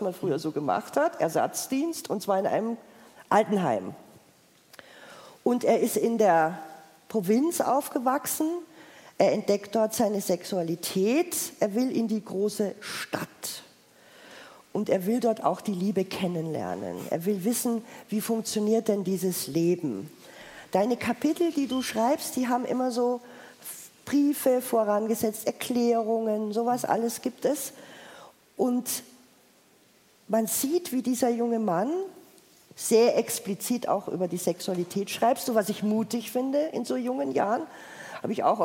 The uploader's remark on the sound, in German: Live vom Erlanger Poetenfest 2023